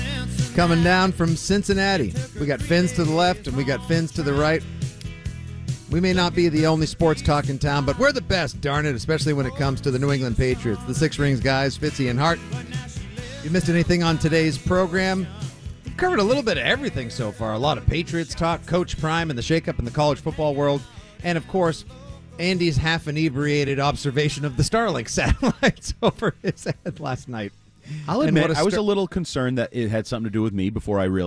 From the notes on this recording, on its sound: Listeners call in.